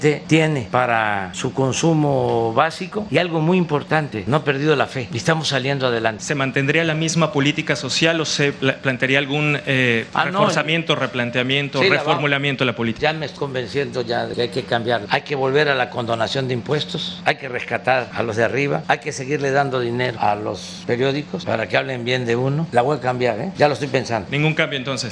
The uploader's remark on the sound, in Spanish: Conferencia de prensa en vivo, desde Baja California Sur.